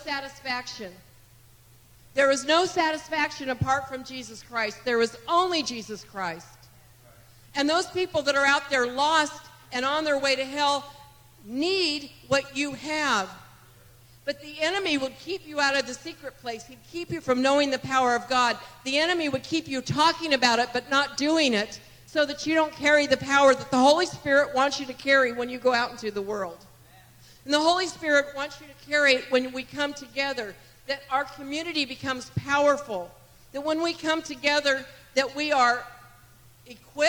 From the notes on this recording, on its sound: This message was recorded on May 28, 2023, at Gateway Church in Richmond, Indiana